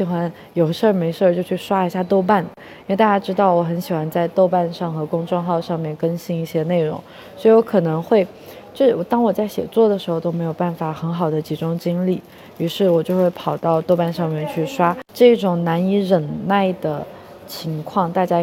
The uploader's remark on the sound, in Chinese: 这一期在克罗地亚的杜布罗夫尼克机场录制